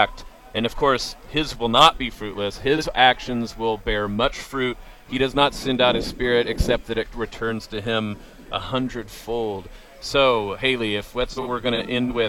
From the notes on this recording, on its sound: Live at the Iowa State Fair.